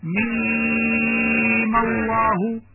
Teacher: يمد الميم مدا لازما مخففا حرفيا على 6 حركات عند الوقف. أما عند الوصل بألف لفظ الجلالة فتحرك الميم الأخيرة بالفتح لالتقاء الساكنين